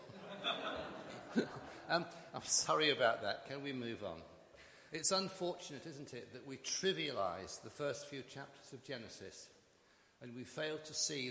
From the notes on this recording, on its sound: Christ Church, Bayston Hill (UK)